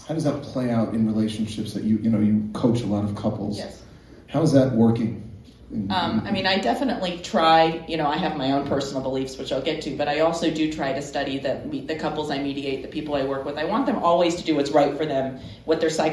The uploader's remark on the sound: A live studio audience. A live Q.